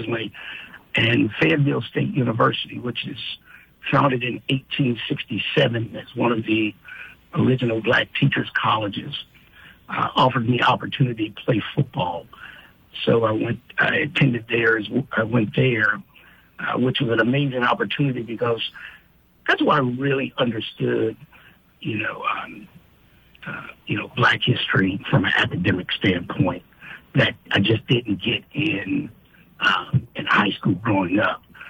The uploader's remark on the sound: speaks on the phone